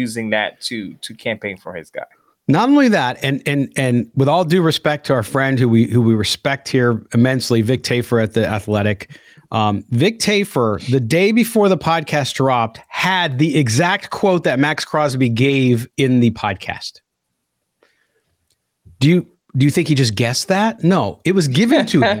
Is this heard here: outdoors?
no